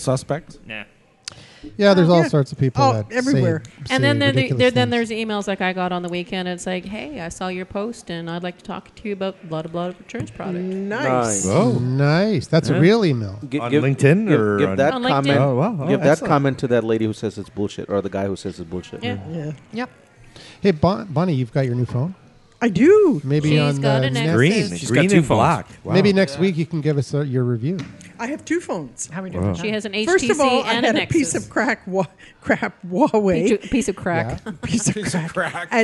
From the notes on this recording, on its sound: The Bunker Project is recorded with a live interactive studio audience.